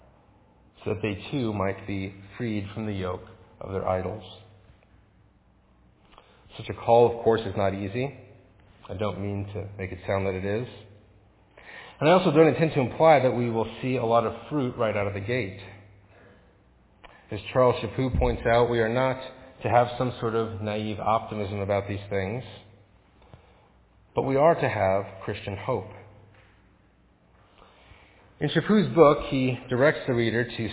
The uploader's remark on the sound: Faith Presbyterian Church – Evening Service.